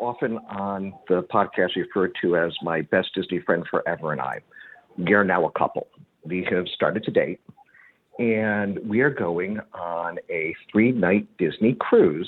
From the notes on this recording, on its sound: BOGP Open Line. This is the Live Call-in Show.